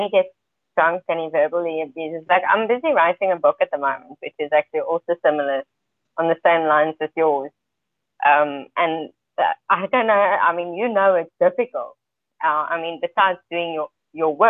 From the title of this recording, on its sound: Freedomain Call